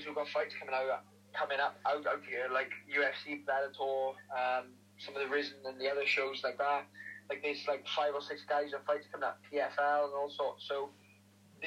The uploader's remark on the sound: via phone call